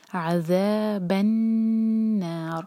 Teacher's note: نون پر شدہ ہے تو ہم نون کو ہولڈ کریں گے اور کھینچیں گے، اور را کو ساکن کریں گے تو را ہمارا ہیوی ہونا چاہیے.